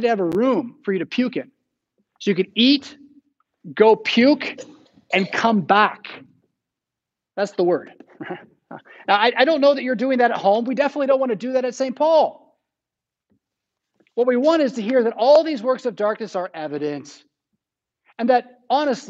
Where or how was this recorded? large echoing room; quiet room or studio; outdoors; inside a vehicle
large echoing room